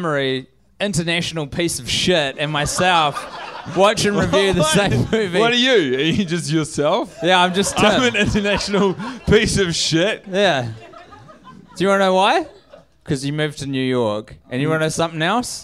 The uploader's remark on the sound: for a live LA show